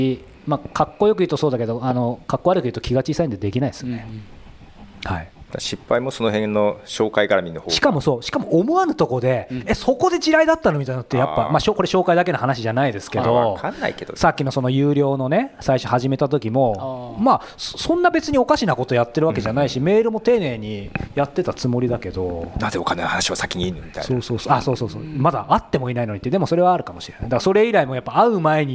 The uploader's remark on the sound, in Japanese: 初の公開収録。公開収録の模様。